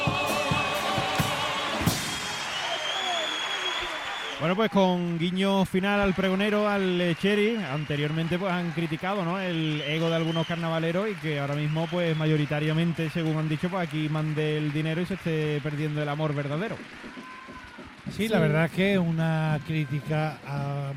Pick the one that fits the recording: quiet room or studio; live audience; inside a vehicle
live audience